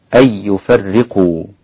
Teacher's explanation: قرأ الإمام حمزة بإسقاط الغنة في الإدغام